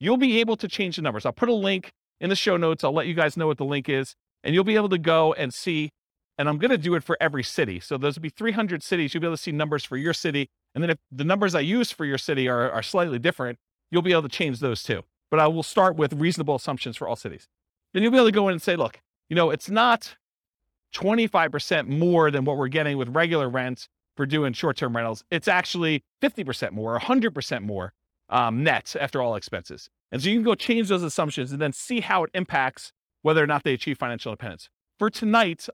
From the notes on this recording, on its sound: This was a live class recorded